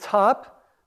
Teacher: in a word top, the T is aspirated, like the K in cat